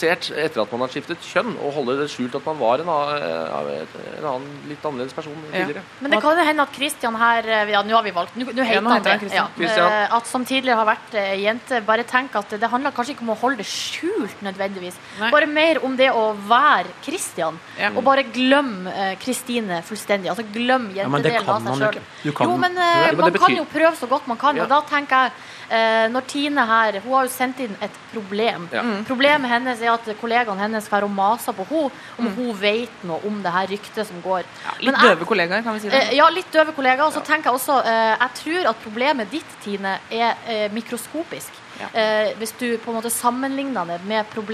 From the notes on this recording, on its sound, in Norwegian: Live fra P3-aksjonen. I Spikersuppa i Oslo.